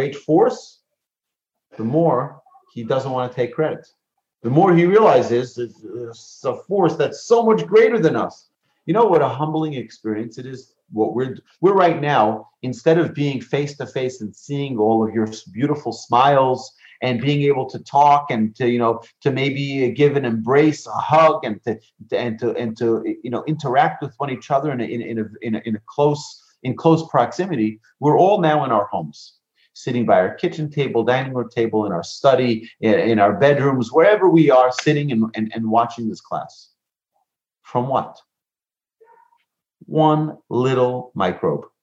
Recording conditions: video call